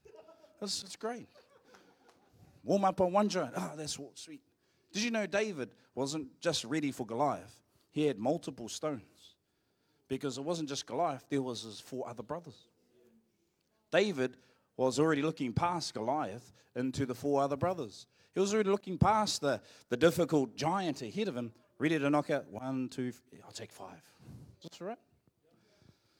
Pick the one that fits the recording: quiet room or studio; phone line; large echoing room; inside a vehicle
large echoing room